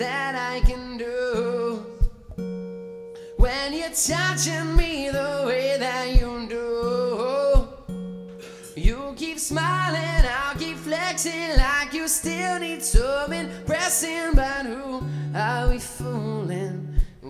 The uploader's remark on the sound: Out to Naked Vine for my monthly Singer Songwriter Storytelling Showcase. This is the live audio recorded that evening!